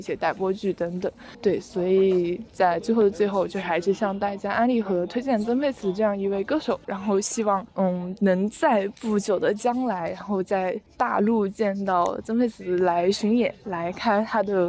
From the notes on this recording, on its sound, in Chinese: 走在半路突然就录起来，在有点吵闹的操场上录制了这期节目。